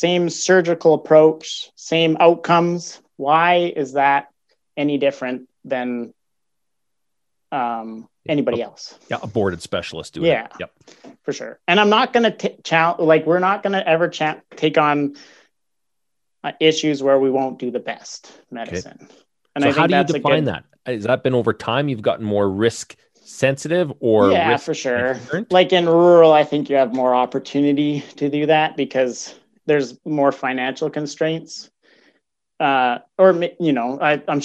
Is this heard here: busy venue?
no